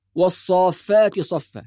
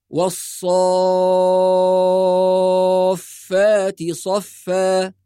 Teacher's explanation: والخطأ من يترك المد فيقول مثلا والصافات صفة، هذا خطأ. إذن ننتبه إلى المد الطويل 6 حركات · Shown in: second take